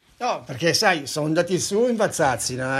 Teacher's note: la sostituzione della sibilante con la fricativa alveolare, per cui ogni S tende a risolversi in Z